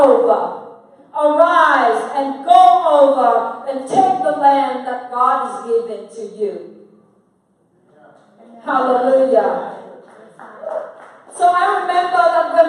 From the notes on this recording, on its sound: Featuring highlights from a regional revival service where God was glorified - in prayer and worship, healing testimonies and words of life.